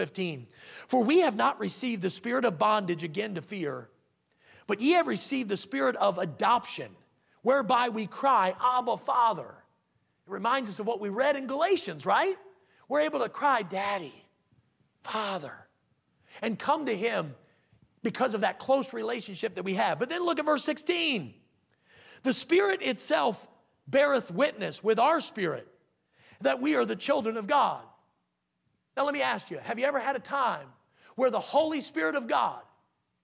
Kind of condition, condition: setting, large echoing room